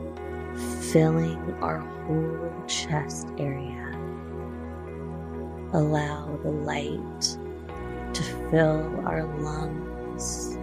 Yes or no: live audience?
no